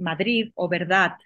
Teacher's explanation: Hacemos la D final de las palabras con el sonido de la T. Así ah, como más explosiva, ¿no?